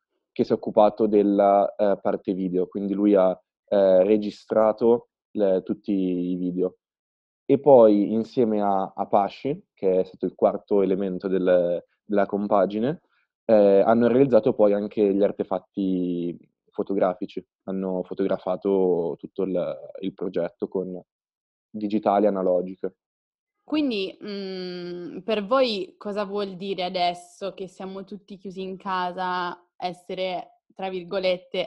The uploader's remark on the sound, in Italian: "Pronto, Quarantena" sarà una raccolta di chiacchierate al telefono registrate con alcune persone speciali.